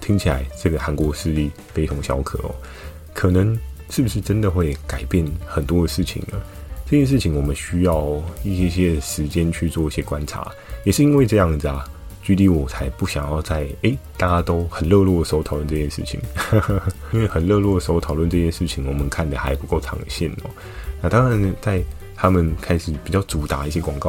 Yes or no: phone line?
no